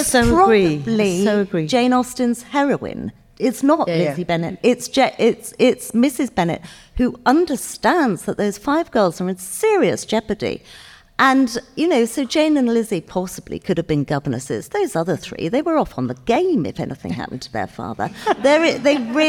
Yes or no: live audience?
yes